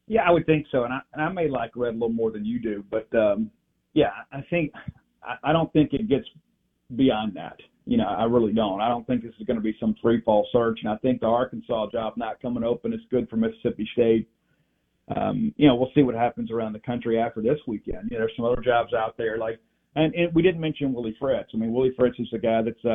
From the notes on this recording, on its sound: Joins the show on the Farm Bureau guest line talking about the biggest stories with Mississippi State live in the BankPlus Studio.